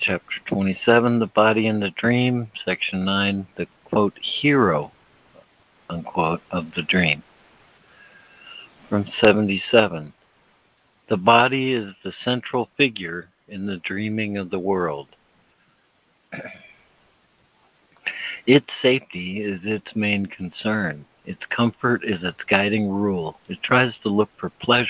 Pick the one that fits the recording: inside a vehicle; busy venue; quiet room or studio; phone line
phone line